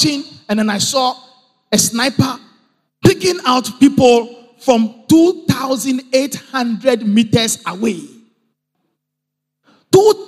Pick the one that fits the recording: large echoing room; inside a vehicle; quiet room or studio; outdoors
large echoing room